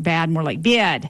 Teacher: the Northern City Shift, which are some vowel changes that are sort of very Northern, where you'd say something like bad, more like bid